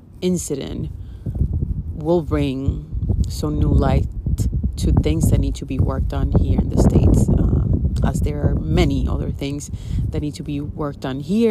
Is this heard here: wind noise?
yes